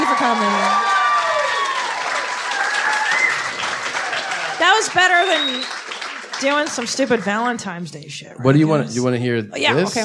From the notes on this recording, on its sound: Live ValenTIMES from Pasadena. We brought our love to the Ice House for a live episode with a fiery, sexy crowd.